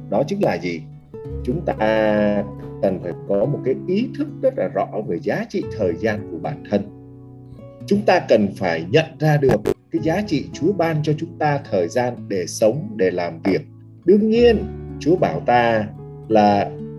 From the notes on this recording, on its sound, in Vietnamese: Chia sẻ trực tuyến qua Zoom